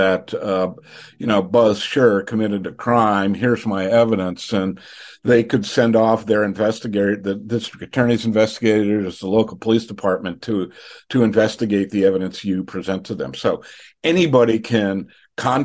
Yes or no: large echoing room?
no